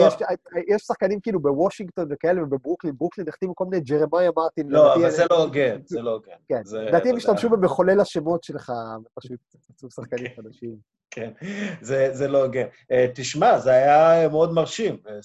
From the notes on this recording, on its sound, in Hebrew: הפרק הוקלט בתוכנת זום ויש כמה רגעים של סאונד בעייתי